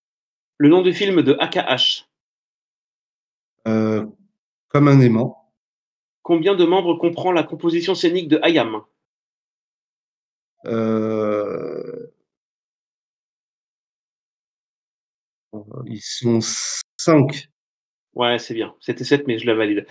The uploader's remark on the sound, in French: une émission Live, tous les jeudis soir, sur le Discord officiel …